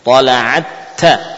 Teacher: Ya, misalkan طَلَعَتْ تَزَاوَرُ tidak dua kali, tapi pada ta yang kedua. Ta yang pertama mudghamah, ya. Tidak terbaca lagi, ya. Cuma ta yang kedua musyaddadah. Tala'atta, ya, ketika maftuh baru muncul hamasnya.